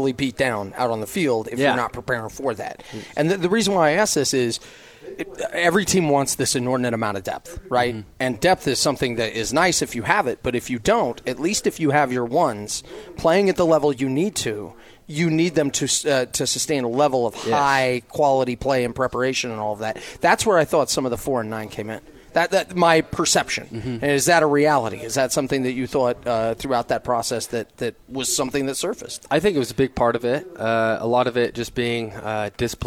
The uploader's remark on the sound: live from BYU Media Day